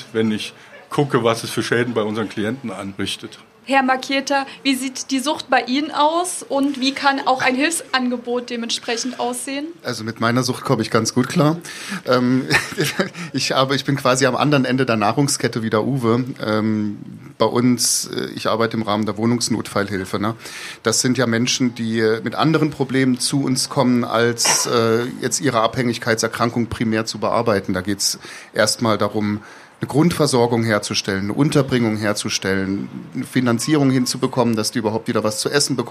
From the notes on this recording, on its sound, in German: in der Kleingartenkneipe El Horst